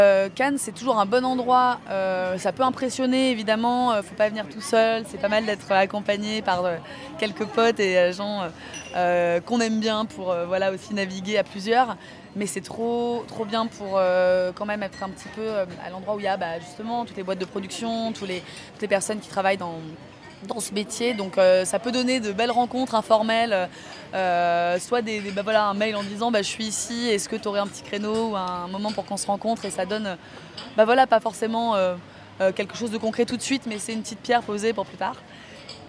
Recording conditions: busy venue